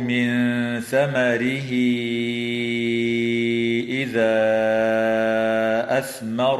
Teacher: تخفى النون الساكنة عند الثاء مع الغنة المرققة في قوله تعالى: من ثمره، وتوصل الهاء من كلمة ثمره حال الوصل بياء، وتمد هذه الياء بمقدار 4 أو 5 حركات وصلا، وتمد الألف في قوله تعالى: إذا أثمر بمقدار 4 أو 5 حركات من قبيل المد المنفصل.